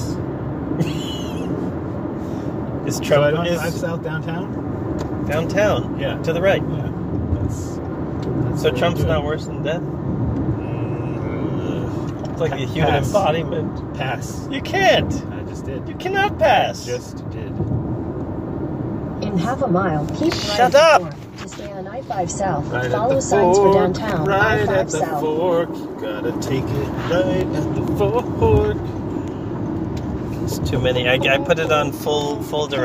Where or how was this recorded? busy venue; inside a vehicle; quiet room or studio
inside a vehicle